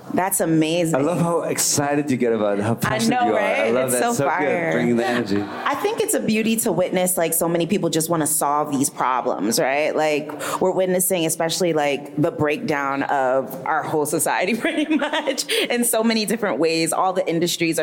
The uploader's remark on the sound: Presented by Beatport.io, the "Digital Resonance" panel at Gateway Korea featured a varied array of viewpoints presented by five distinct speakers representing different areas of the music industry.